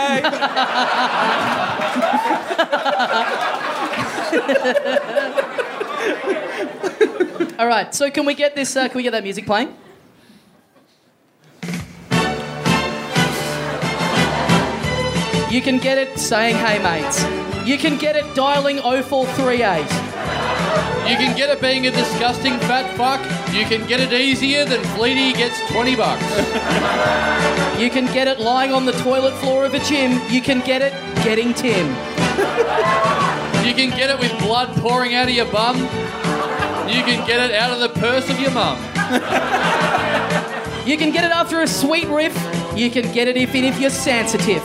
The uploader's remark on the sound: Recorded LIVE at Heya Bar in Brisbane on March 18, 2017.